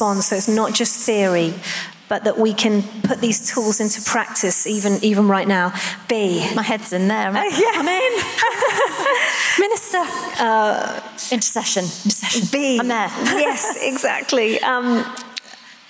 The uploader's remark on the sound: Live at The Orchard Conference 2022